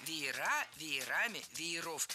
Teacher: слово «веер» имеет ударение на корне в единственном числе и ударение на окончании во множественном